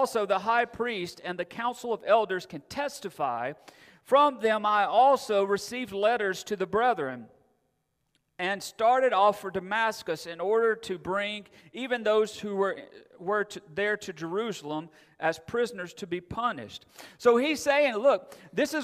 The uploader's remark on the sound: Recorded September 4, 2022 at Friendship Baptist Church.